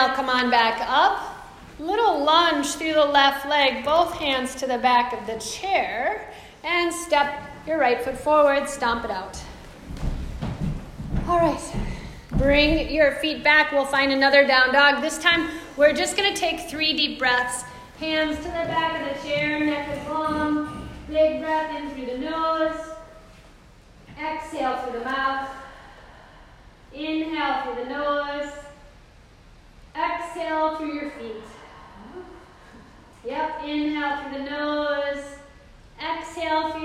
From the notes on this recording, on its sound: This is a live excerpt from ‘Strong Spirits Mindfulness & Movement' Chair Yoga Program for Any Age and Accessibility Level enrichment lecture for a group of professionals.